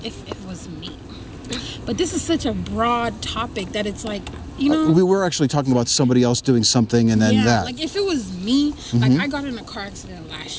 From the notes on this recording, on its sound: Location: San Antonio, Texas. The video of this encounter was not uploaded. Recorded w/Go-Pro. Edited w/PowerDirector.